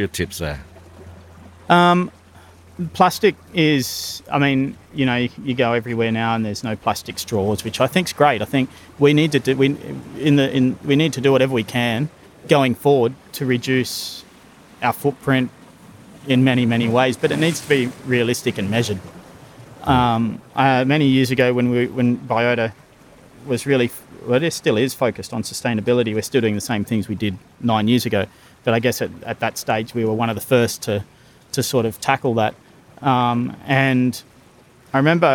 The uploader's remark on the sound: This Prodcast was recorded before the Covid-19 outbreak in Australia. We recorded this episode on the edge of the Sydney Harbour with views from the city to Sydney heads.